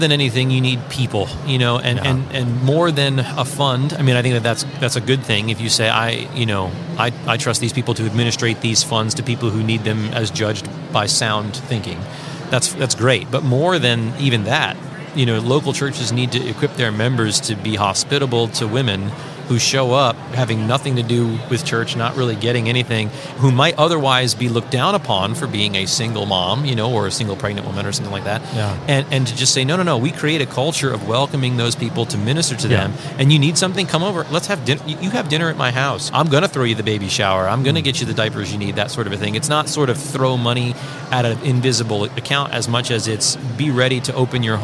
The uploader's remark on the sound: This episode was recorded at G3 2023 National Conference.